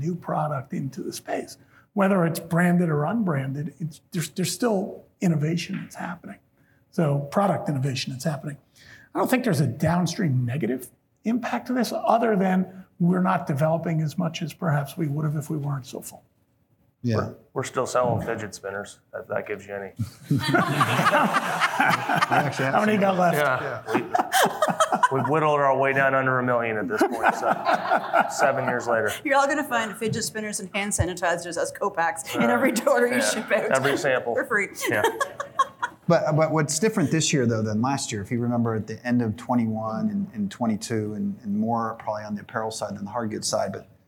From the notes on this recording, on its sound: At skucamp in Austin, Texas, we held an interview on stage